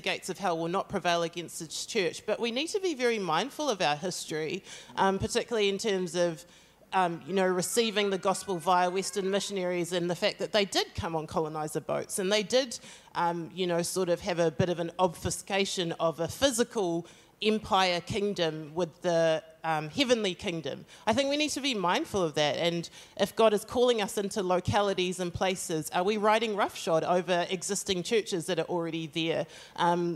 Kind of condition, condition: setting, live audience